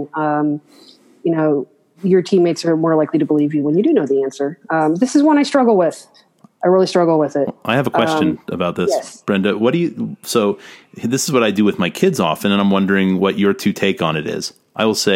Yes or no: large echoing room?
no